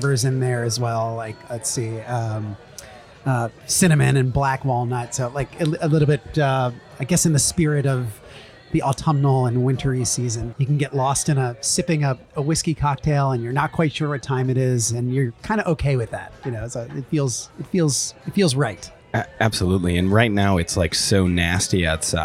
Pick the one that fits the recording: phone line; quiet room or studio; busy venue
busy venue